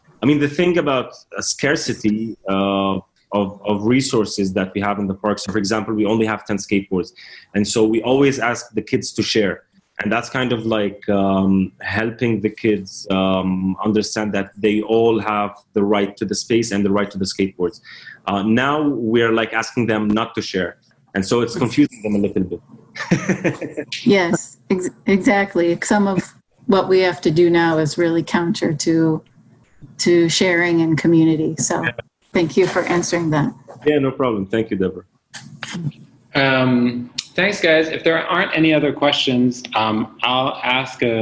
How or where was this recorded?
video call